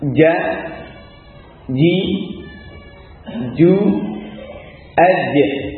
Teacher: Huruf syajariyah dari tengah lidah dari syajarul fam. Katakan syajar ya karena dari pokok daripada mulut itu ada pada lidahnya dan ini yang tengahnya ya.